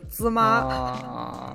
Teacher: 第一个字是一声调，第二个字是轻声的话，第二个字发音也会变成一声啊